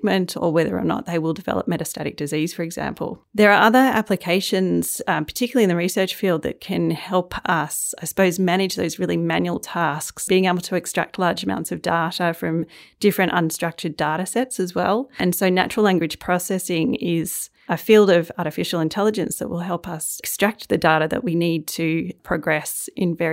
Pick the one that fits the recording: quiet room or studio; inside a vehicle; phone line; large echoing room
quiet room or studio